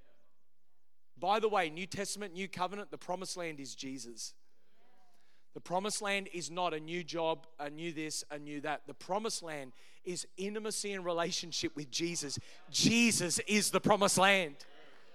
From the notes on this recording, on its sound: Originally recorded on 19th of November 2023 at Neuma Melbourne North location.